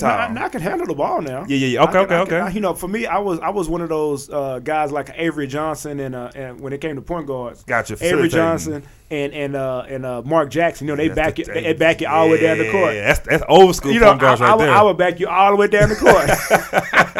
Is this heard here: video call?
no